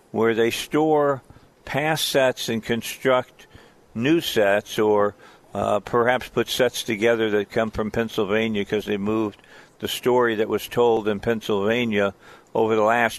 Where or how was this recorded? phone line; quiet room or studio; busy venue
busy venue